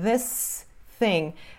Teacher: Thing, depois do S, fica até um pouquinho mais fraco, tá? Não tem uma pausa.